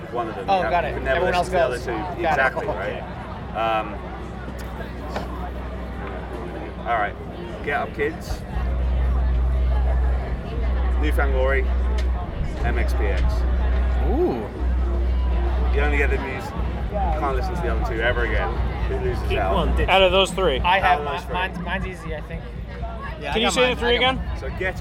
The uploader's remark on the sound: In this instalment of our interviews from 2000 Trees Festival